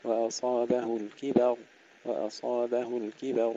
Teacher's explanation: الراء مفخمة عند جميع القراء بمن فيهم ورش سواء وقفا أو وصلا لأنها مضمومة وقبلها فتحة.